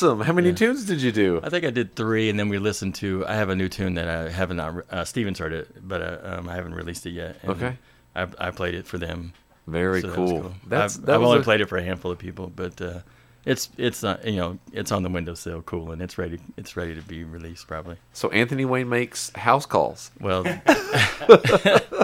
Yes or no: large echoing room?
no